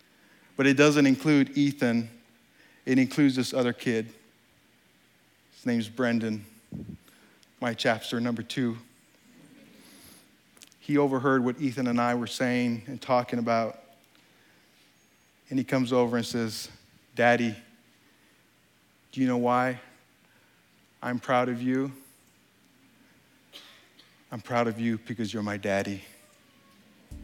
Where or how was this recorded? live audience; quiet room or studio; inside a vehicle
live audience